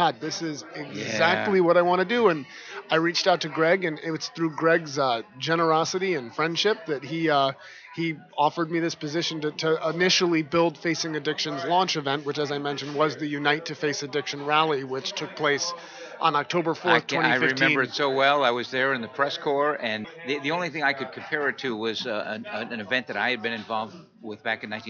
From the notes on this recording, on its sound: broadcasting from the 39th Annual NAATP Leadership Conference in Austin, Texas - May 21 - 23, 2017